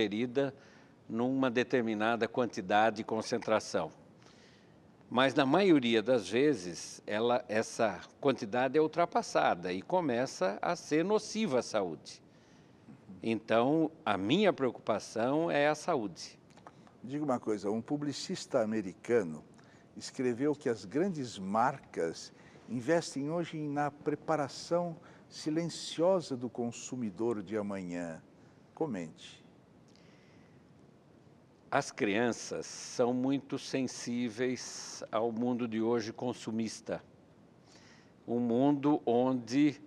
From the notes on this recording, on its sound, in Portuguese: para um grande público